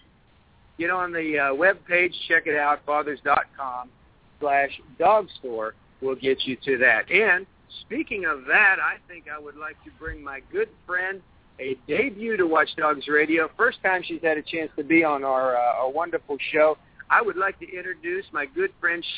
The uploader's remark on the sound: WD Radio from Disney World. Broadcasting live from Walt Disney World in Florida.